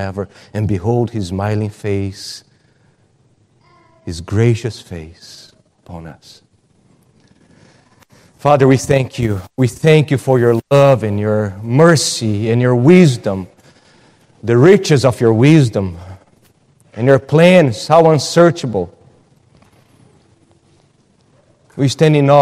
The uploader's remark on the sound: at Gracious Cross Reformed Church Salem